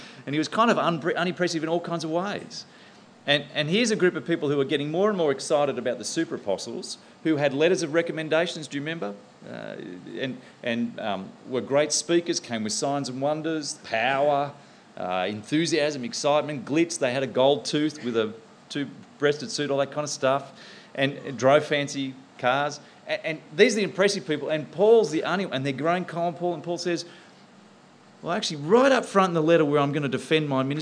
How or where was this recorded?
live audience